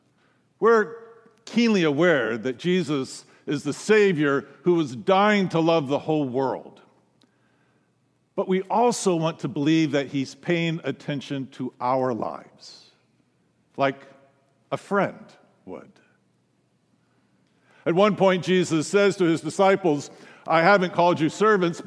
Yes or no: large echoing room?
yes